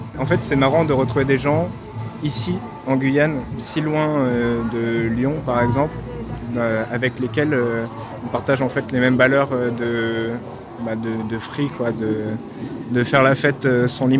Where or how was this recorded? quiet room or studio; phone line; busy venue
busy venue